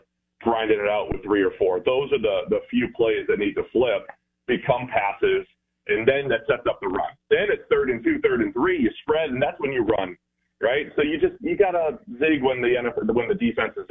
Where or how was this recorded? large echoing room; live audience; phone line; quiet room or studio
phone line